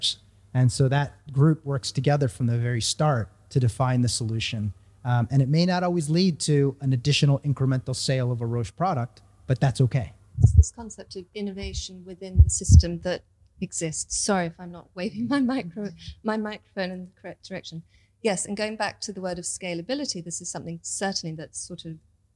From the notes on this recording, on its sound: In this special, live edition of the pharmaphorum podcast, recorded at the conclusion of Frontiers Health 2022. The show last week in Milan.